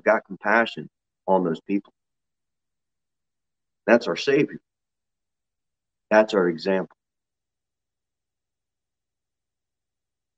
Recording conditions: large echoing room